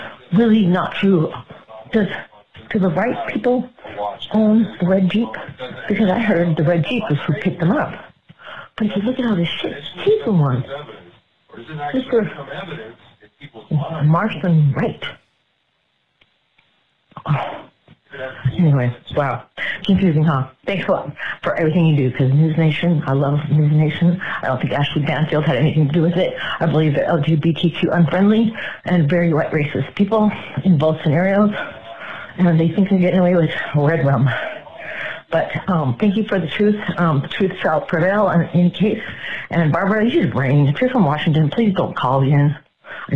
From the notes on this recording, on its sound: Idaho 4 Murders Call in Show.